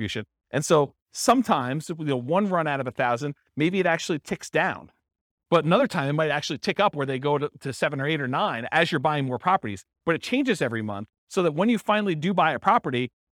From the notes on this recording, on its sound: This was a live class recorded